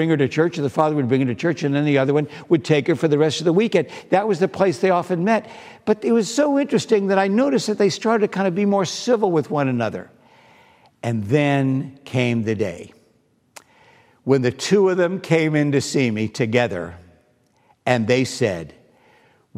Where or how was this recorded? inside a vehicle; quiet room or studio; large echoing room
large echoing room